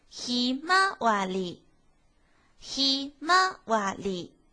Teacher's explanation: 第二拍最高，其他都是低音 · Term: 二调